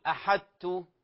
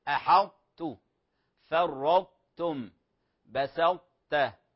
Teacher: فنطبق اللسان على مخرج طاء غير مقلقلة، ثم يجافي اللسان عن تاء متحركة · Shown in: second take